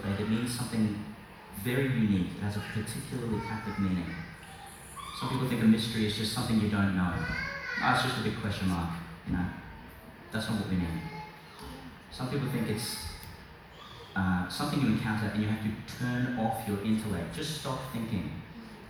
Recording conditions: live audience